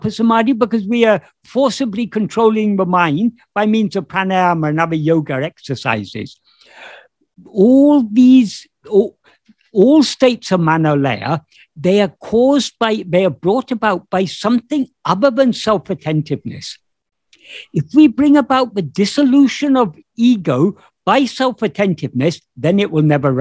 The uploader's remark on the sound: In a Zoom meeting with Sri Ramana Center, Houston.